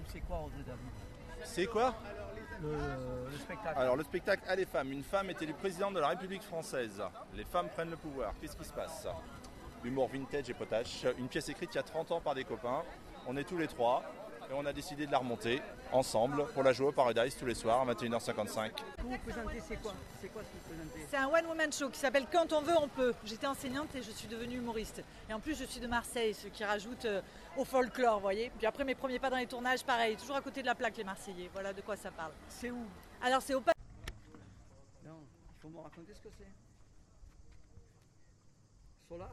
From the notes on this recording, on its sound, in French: Micro Trottoir Festival d'Avignon 2022. Une balade microphonique dans Avignon, à la recherche de thèmes relatifs à l'ambiance du Festival de théâtre.